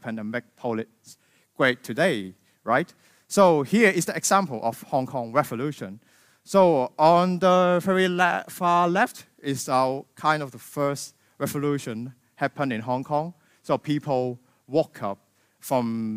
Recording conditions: live audience